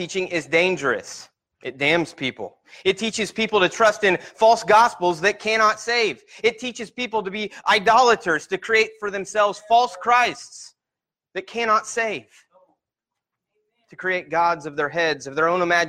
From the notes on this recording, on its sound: Sermon Preached at Christian Fellowship Church in Peru,